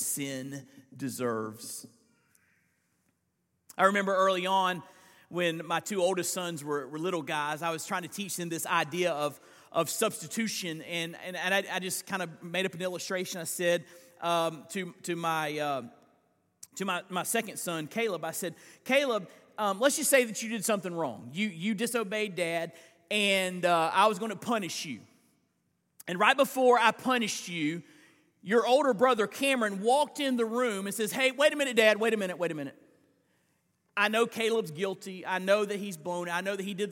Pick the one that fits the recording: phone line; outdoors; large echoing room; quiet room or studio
large echoing room